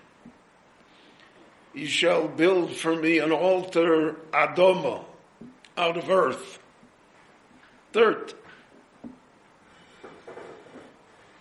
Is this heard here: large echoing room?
yes